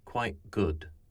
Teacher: a contemporary choice where one stops the sound with the glottis · Term: glottal stop